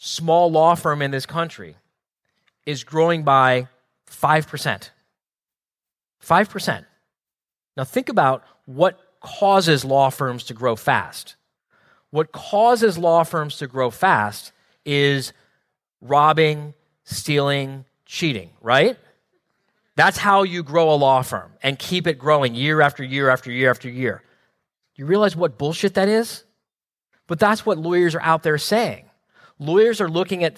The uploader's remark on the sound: Live Quarterly Meeting in October 2017